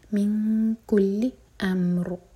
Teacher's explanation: اور جب ہم رکیں گے تو رو کو ساکن کر کے رکیں گے اور اس رو کو ہیوی کرنا ہوگا کیونکہ اس سے پہلے ہے فتحہ حمزہ پر جو فتحہ ہے. · Term: ہیوی رو